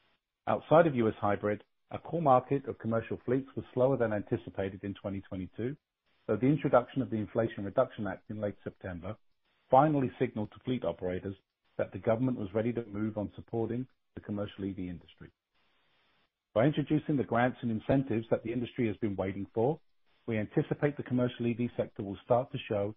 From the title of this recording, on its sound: Ideanomics, Inc., Q4 2022 Earnings Call, Mar 30, 2023